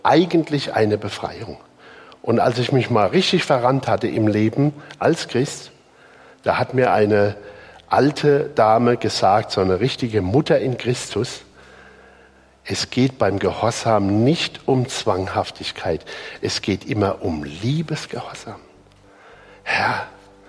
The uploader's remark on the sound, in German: Die Predigt aus dem Gottesdienst